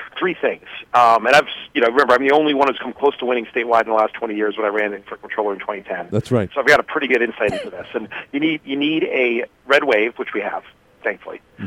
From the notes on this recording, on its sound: called in today.